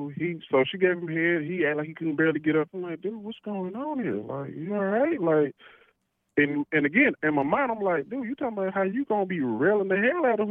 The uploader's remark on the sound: he called in to talk all about it